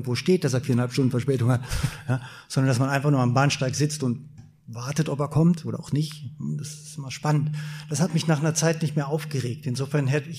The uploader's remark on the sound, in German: Andersmacher Live Event in Düsseldorf.